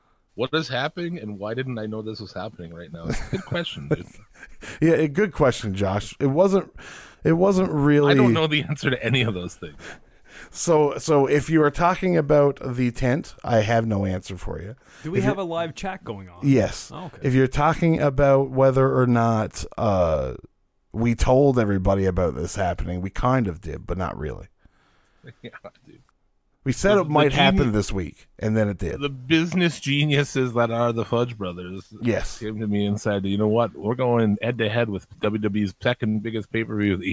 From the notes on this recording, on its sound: in New Jersey, we're coming live to you from a cul de sac!